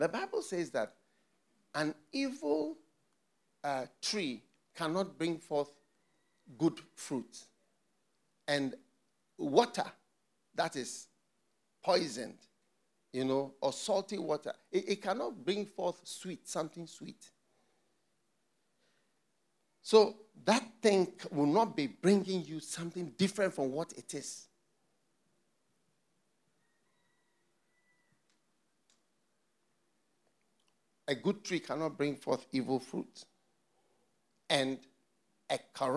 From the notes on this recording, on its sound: Preached at the FLOW Church Service.